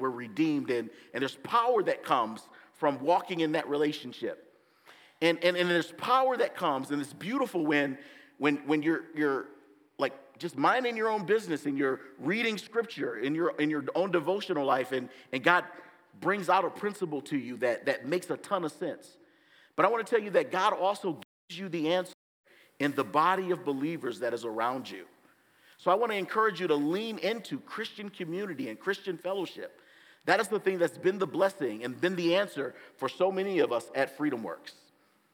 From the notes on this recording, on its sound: gives the message at Bethesda Church on April 30, 2023!